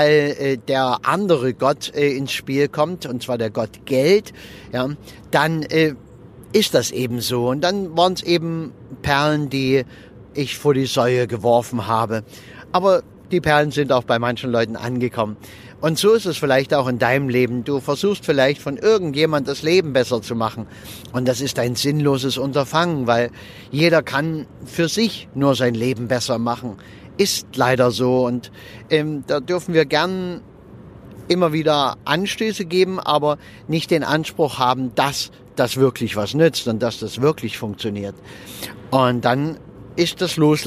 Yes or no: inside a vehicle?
yes